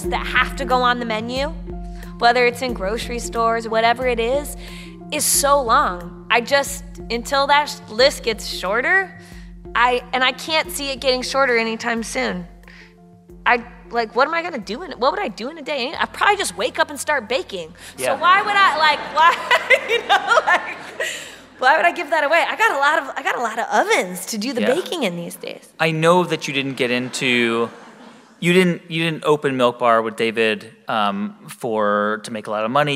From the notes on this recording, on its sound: This show was recorded live at The Town Hall in New York City.